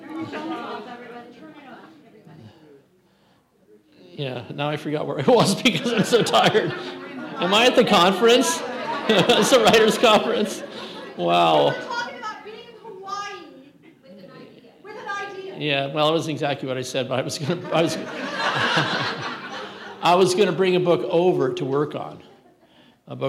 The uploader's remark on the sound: Santa Barbara Writers Conferece opening night keynote talk on June 18th 2023